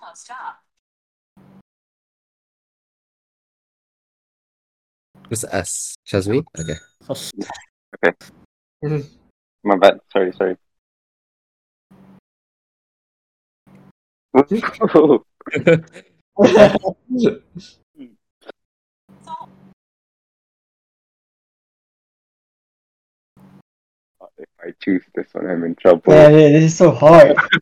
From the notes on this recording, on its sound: we had to rerecord it via our usual way: Discord!